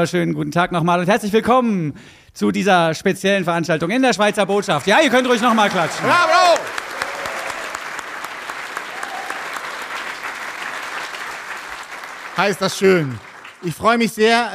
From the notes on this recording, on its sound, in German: Live aus der Botschaft der Schweiz in Berlin. Live vor Publikum. Der Berliner Alphorn Verein.